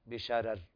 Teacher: القراء، فإذا وقف القراء عليها غير ورش يقفون بتفخيم الرأين بشرر، وإذا وقف ورش يرقق الراء الثانية ترقيقا للراء الأولى بشرر